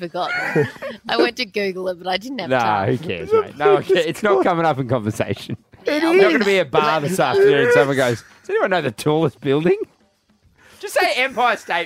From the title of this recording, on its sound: Live From The Sydney Harbour Bridge!